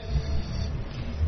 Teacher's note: مخرج الفاء أطراف الأسنان مع بطن الشفة · Term: الهمس